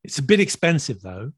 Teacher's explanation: Usually the though has like a rising tone.